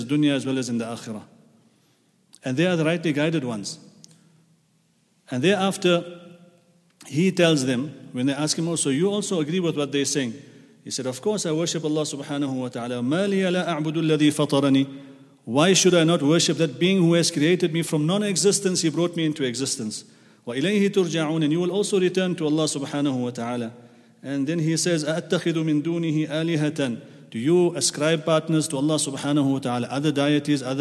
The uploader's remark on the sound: at the Houghton Masjid (West Street)